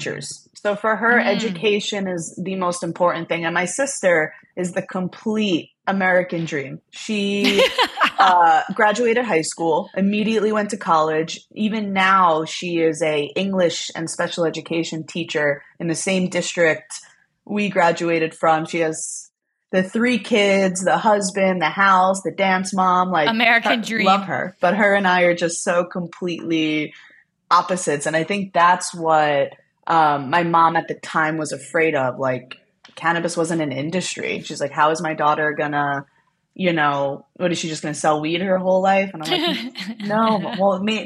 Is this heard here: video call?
yes